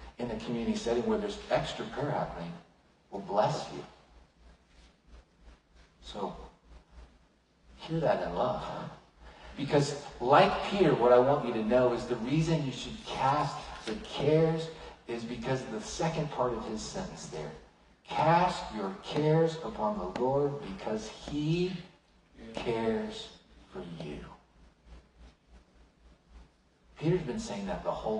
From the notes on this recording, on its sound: Unfortunately, the audio file for this sermon was corrupted, a lower quality audio was able to be produced from the livestream.